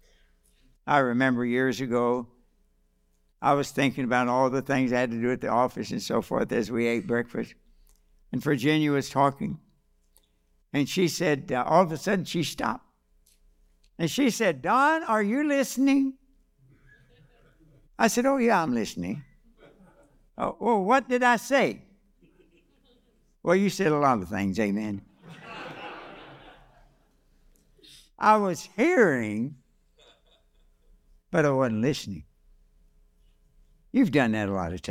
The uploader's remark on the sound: This message was delivered on December 10, 2023, during our evening service.